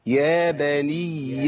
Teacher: عندي ياء مشددة، خدوا بالكم في الوصل لابد من بيان التشديد